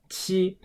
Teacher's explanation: pinyin Q makes a sound similar to CH in the English language if you're saying a word like Cheetos, but it's sharper. Remember to extend the corners of your mouth in that smile just like with the qi sound, but instead you're making a qi sound.